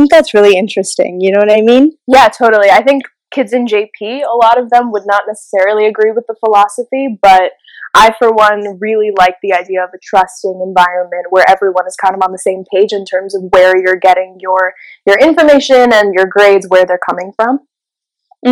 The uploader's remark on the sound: The audio quality is not the best in this one